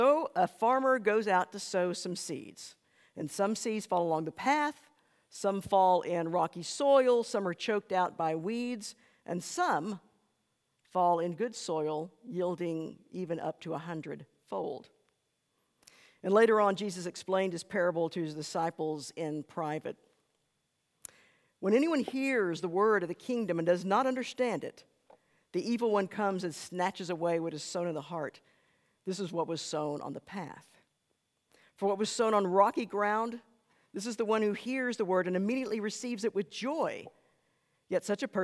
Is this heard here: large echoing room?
yes